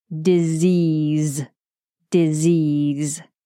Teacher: It has two S's, but they are not pronounced as S. They're pronounced as a Z.